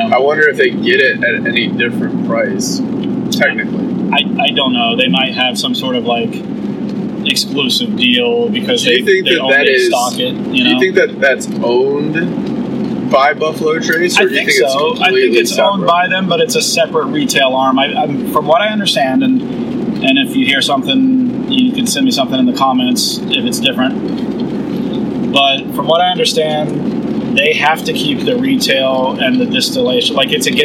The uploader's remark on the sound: During the ride